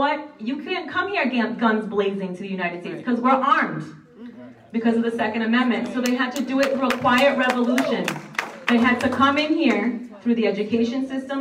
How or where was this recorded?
live audience